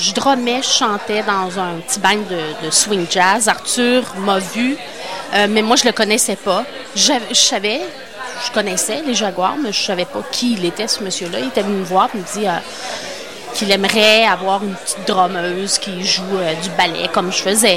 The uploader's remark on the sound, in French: au Festival OFF de Québec, sur les ondes de CKRL 89,1 en direct du bar Le Sacrilège.